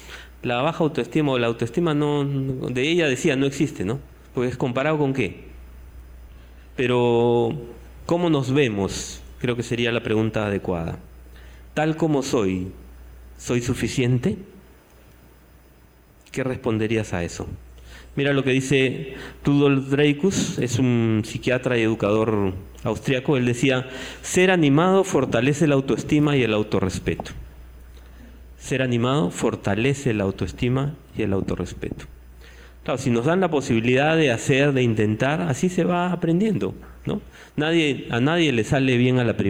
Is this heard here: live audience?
yes